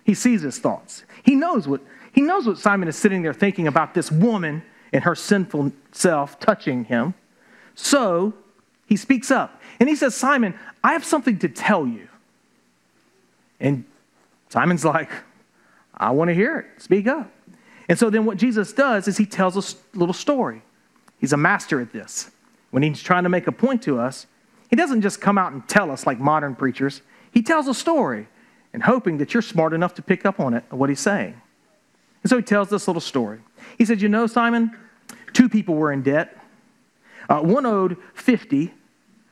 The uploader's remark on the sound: This episode was recorded during a live church service at Islands Christian Church in Savannah, Georgia.